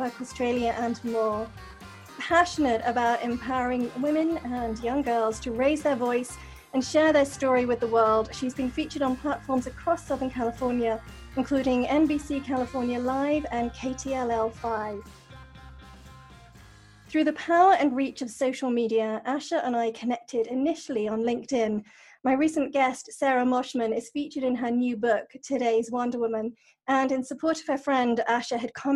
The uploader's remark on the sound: Recorded via Zoom during Covid-19. Recorded via Zoom during the Covid 19 pandemic.